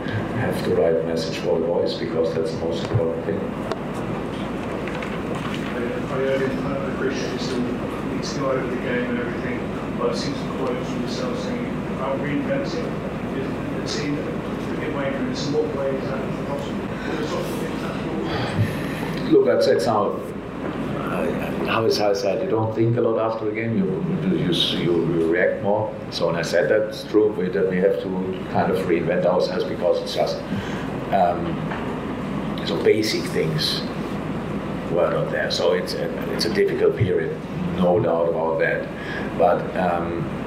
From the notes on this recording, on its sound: Post-Match Press Conference. Spoke to the media.